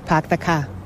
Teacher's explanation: You don't say R for anything. You run your words all together.